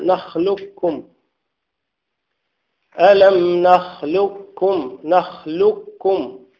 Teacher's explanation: هناك من قال به من أهل العلم، لكن الصحيح هو أن تقرأ هكذا نخلقكم، ألم نخلقكم، نخلقكم. فالقاف لم يبقى لها أي أثر، دخلت فين؟ في الكاف. نخلقكم كأن القاف غير موجود، وهذا هو الصحيح.